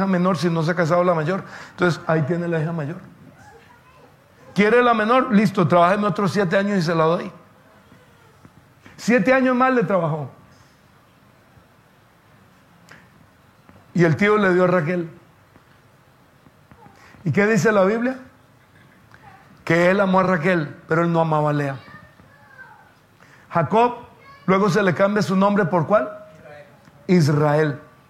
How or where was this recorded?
large echoing room